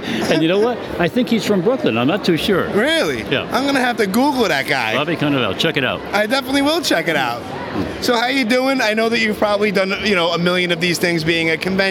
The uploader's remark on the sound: Recorded Live from the "New Jersey Horror Con And Film Festival" at the Showboat in Atlantic City, New Jersey.